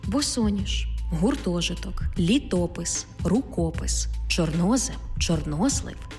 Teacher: Наголошений звук «о» в складних іменниках із двома коренями.